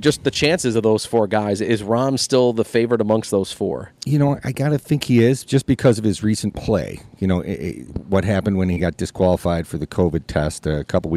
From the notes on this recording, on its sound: US Open Special live from Pendleton Creek.